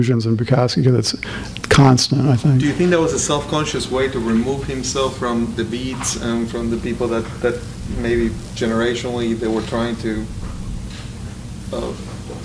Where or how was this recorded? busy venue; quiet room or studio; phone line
busy venue